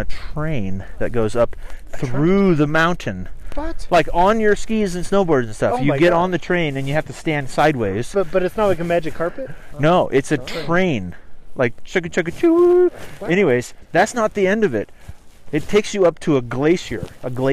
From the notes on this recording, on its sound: It was windy and snowing so if you hear noise in this episode